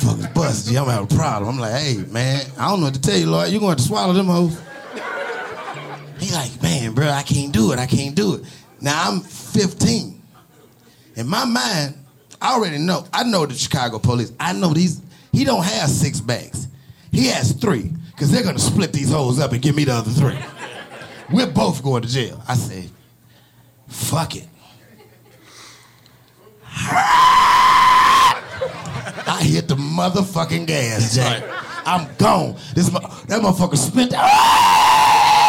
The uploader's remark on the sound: LIVE in Dallas